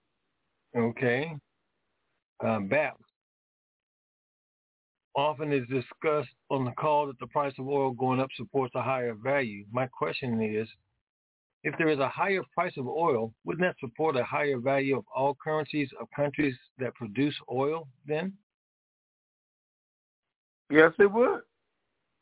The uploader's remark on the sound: TNTSuperfantastic Conference Call